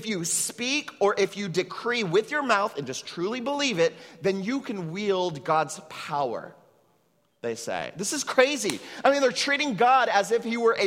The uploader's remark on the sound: at Trinity Church, Puerto Rico